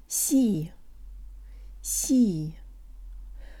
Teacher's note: jaw slightly forward, tip of the tongue behind the bottom teeth, lips rounded and protruded · Term: Russian default mouth position